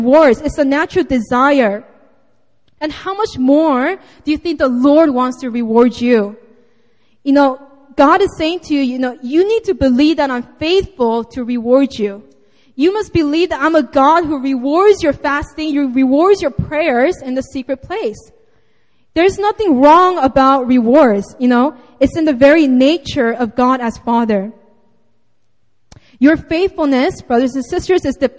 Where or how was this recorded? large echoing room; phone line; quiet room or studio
large echoing room